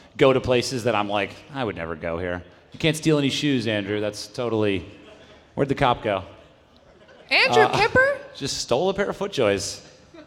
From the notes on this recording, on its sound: listen to a live event at True Spec Golf in New York City